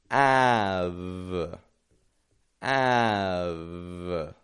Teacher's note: I'm not bringing the corners of my lips in at all. I'm keeping the corners of my lips totally neutral, and just the bottom lips moving up and touching my teeth.